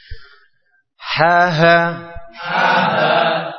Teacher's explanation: huruf ha ini menghabiskan nafas